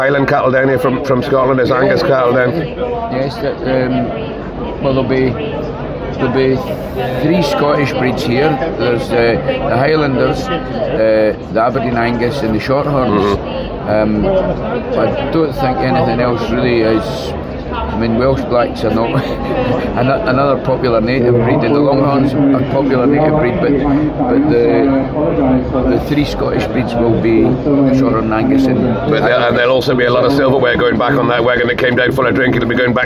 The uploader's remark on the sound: A recording live from the Royal Welsh Show in Builth Wells in this highly spontaneous if not somewhat challenging episode.